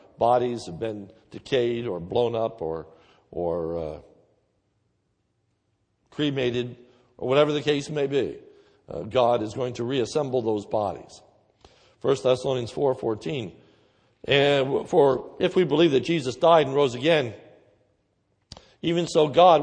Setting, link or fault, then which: setting, large echoing room